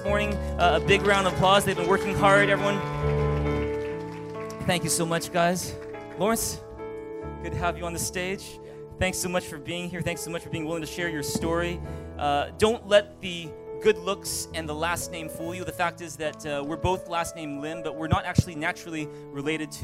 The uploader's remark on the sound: At THRIVE Church Vancouver, Canada.